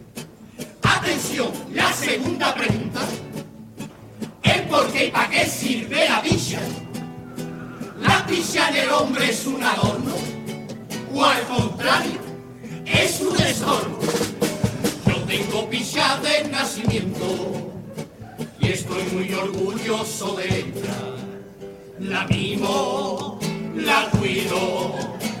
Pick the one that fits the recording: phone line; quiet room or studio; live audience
live audience